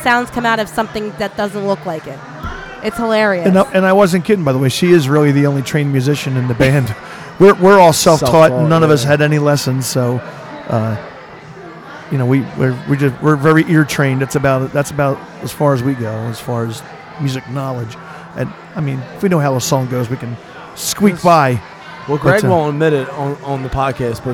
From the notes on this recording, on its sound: We go live at the Laughing Fox in Magnolia New Jersey